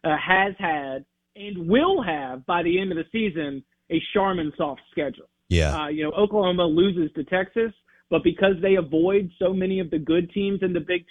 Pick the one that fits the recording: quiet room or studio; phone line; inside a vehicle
phone line